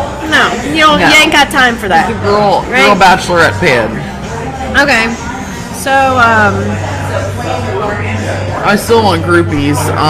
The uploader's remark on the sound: We are live at Zola's